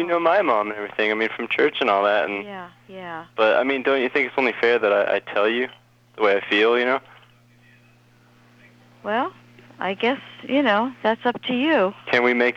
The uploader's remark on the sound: Prank Phone Calls